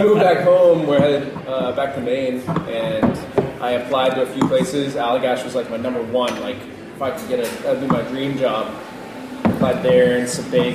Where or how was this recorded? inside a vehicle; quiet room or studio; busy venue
busy venue